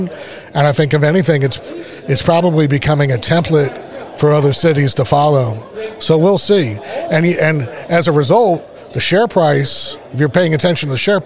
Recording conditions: busy venue